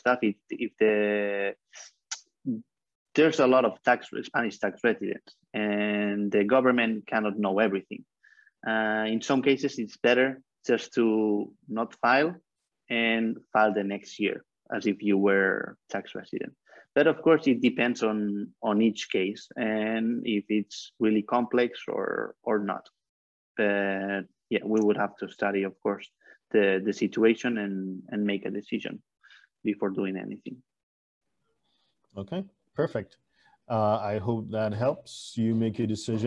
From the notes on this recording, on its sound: For those joining us on Zoom.